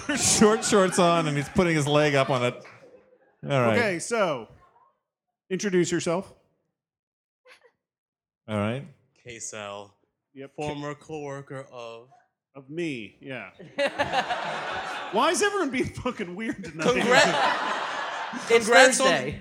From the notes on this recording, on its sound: We continue to exploit our vault of unreleased live shows